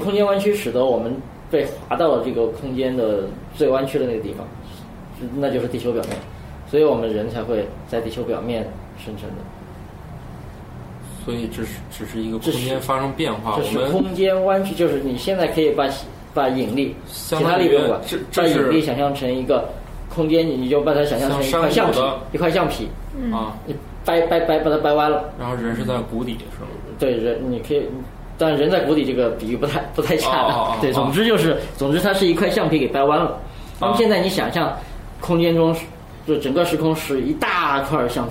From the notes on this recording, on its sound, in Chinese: 本期节目为在张大妈办公区用录音笔录制，可能有街道上的杂音，请见谅。